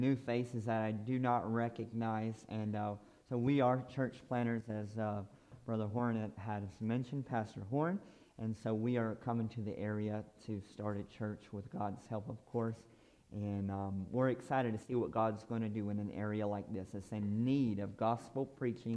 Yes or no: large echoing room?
yes